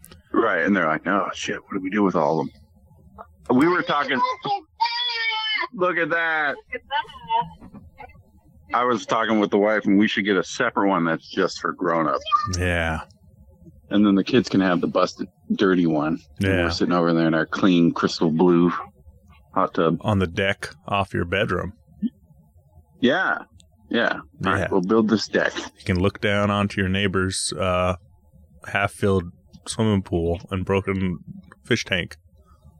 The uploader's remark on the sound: Recording over the phone